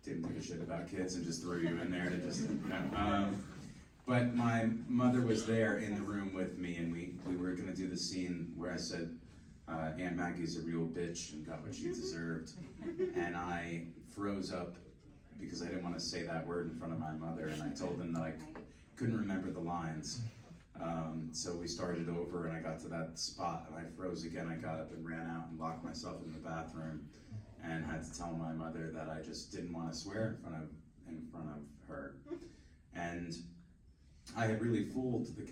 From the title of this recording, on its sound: panel at Days of the Dead Chicago on November 19, 2021